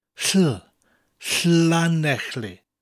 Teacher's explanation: There you get that L sound, preceded by a breathy sound. · Term: double L